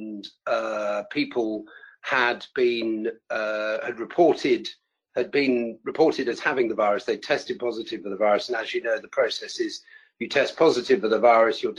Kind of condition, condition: link, video call